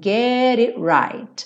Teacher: O T do it também sumiu.